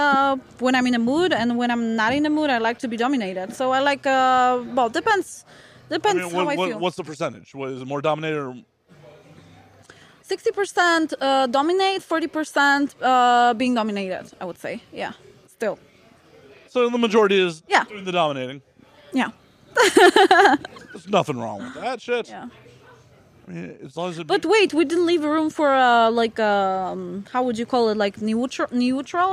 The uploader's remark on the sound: “Live” from AVN 2023